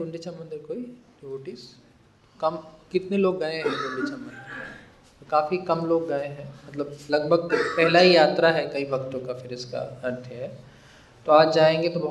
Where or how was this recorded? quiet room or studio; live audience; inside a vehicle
live audience